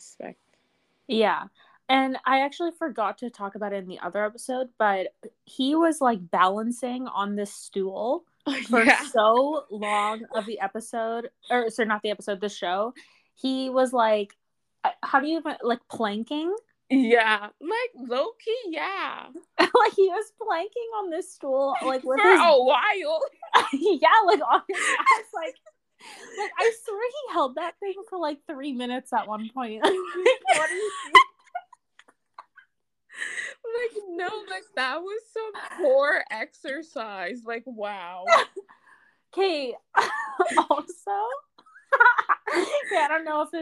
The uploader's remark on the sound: Sorry if audio cracks… I unfortunately am not an audio engineer and am too broke to hire one.